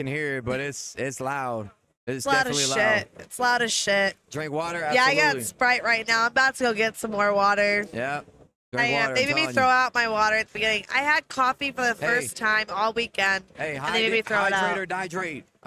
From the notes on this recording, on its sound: Aired 12.17.23 live on Kick Streaming. This episode was recorded live from DreamHack Atlanta. Excuse any audio issues, this was all performed live in a new environment.